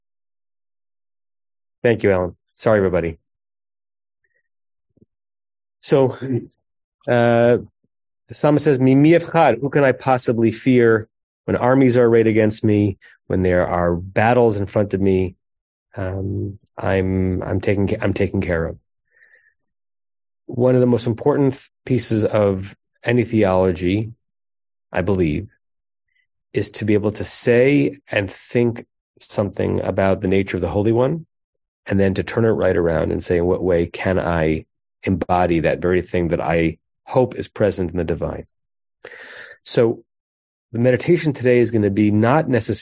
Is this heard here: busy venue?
no